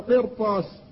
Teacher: فإن الراء تفخم لمكان حرف الاستعلاء الذي بعدها